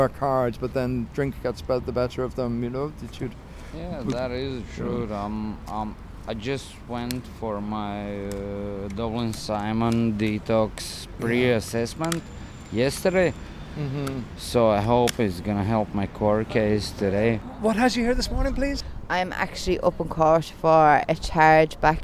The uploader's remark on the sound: The Criminal Courts in Dublin City Centre. Chats to people outside the Criminal Courts in Dublin's City Centre.